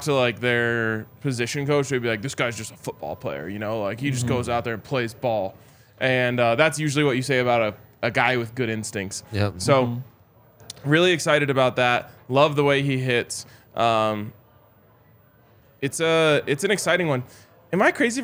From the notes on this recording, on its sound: coming to you LIVE from the DNVR Bar